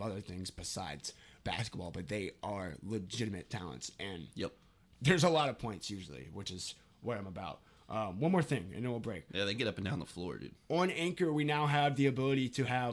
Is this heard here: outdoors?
no